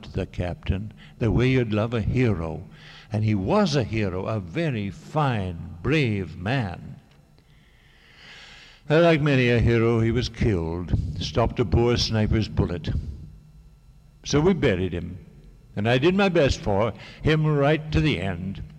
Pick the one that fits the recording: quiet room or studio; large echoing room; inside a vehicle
large echoing room